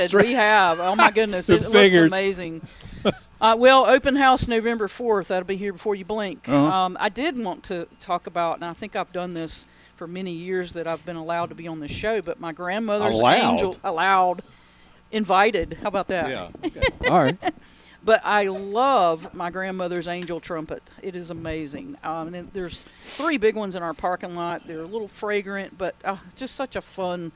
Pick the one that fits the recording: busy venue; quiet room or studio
busy venue